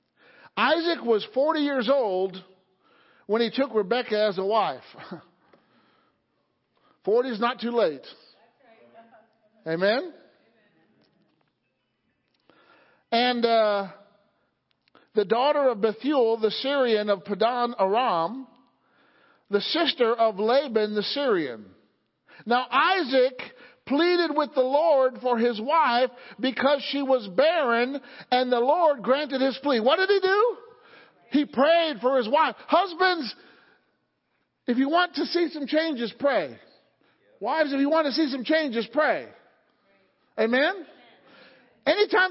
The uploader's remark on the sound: Sunday Morning Service.